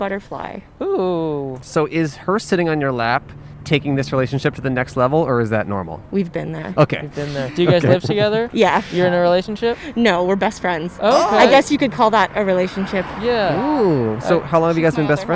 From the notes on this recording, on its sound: Recorded on 3/13/21 on Hollywood Blvd in Los Angeles.